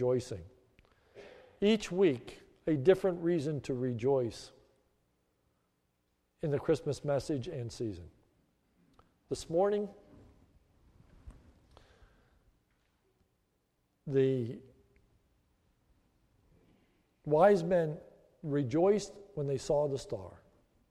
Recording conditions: large echoing room